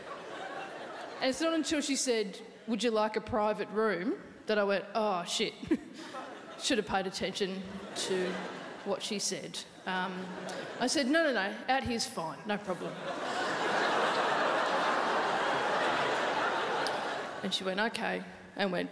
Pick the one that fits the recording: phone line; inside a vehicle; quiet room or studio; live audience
live audience